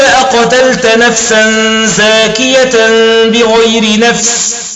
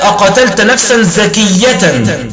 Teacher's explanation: يقرؤون كلمة زاكية بالتخفيف والمد · Shown in: first take · قال ومد وخفف، يعني هنا قيدين ومد وخفف، فتكون زاكية، قال أقتلت نفسا زاكية بغير نفس، تمام؟